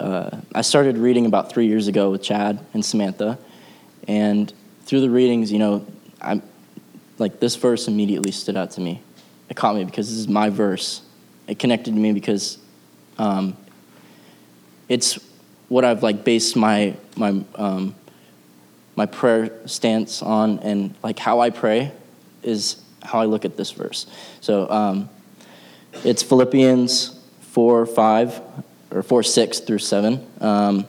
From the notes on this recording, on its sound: the gospel preached at our church on Sunday